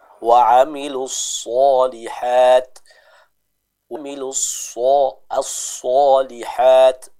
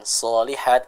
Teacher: Jadi bukan salihat, tapi dibaca dengan tebal. Karena huruf sad, kalau dia dibaca dengan tipis, nantinya akan serupa, ya, dengan huruf sin. · Shown in: first take